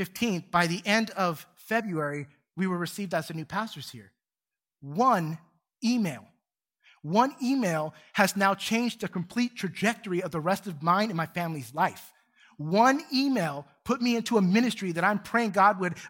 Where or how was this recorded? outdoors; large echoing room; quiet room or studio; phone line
large echoing room